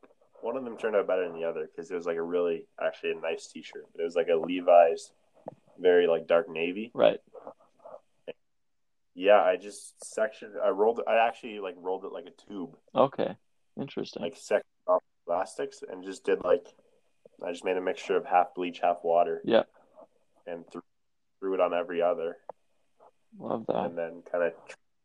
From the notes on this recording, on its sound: connect over the phone